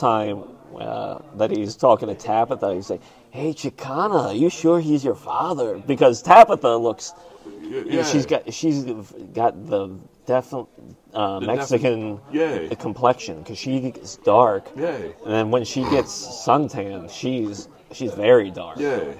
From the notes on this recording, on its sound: We recorded this Thursday 11/10/22 at the Comedy Zone before the mic.